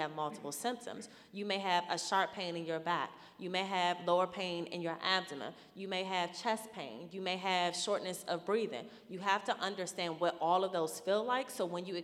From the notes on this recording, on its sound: Live Panel Discussion. Here in Baltimore.